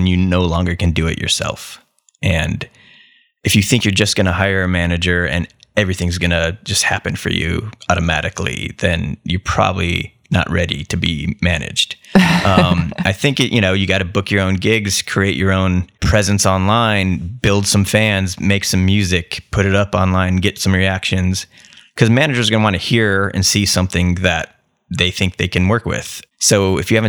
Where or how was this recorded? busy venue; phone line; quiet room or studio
quiet room or studio